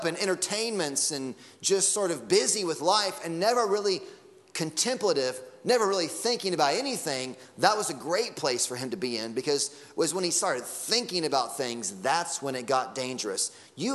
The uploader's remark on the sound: Sunday Morning Sermon Audio